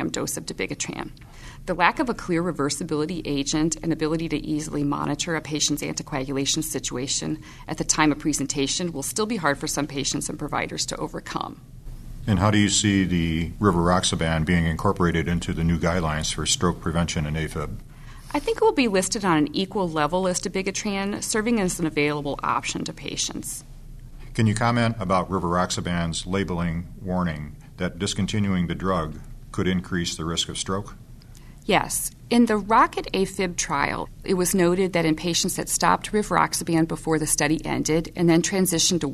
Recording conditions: busy venue